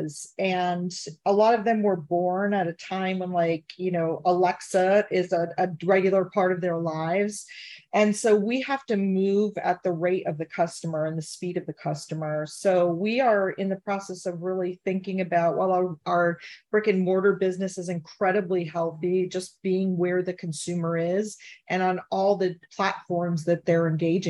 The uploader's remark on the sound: Every episode is recorded from MTM’s Live Visionaries Webinar. Originally airs live from zoom every Tuesday at 9 AM PT.